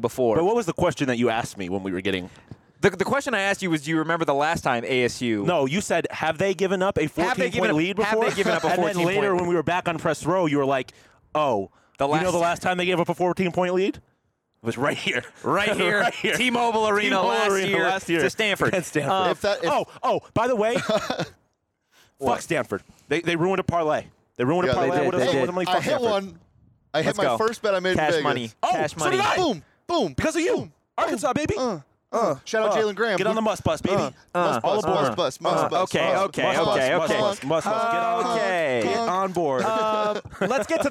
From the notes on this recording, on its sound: live from T-Mobile Arena in Las Vegas